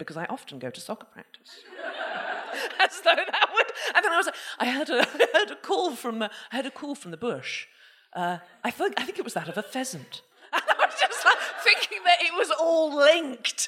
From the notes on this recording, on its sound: 250 DWSC LIVE. We finally get a member of the audience up on the mic to earn a bottle of cava by sharing a crime story from their lives.